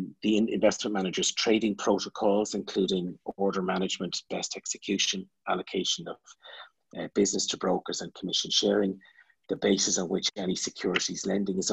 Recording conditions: video call